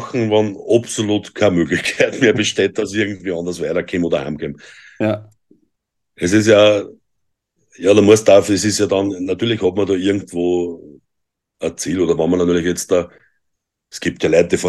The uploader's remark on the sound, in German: Wir haben uns über Zoom getroffen!